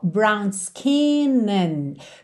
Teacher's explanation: Percebe que o a de and quase não aparece.